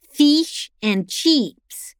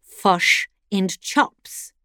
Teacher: where Aussies use long E sounds, their Kiwi neighbours use a short, unstressed sound similar to the sound in the article the. · Shown in: second take